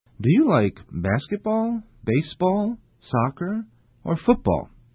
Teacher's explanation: A rising tone is used for every choice except the last, which has a falling tone.